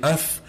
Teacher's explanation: it's as if the top of your teeth touch the lower part of your inner lip · Term: the lips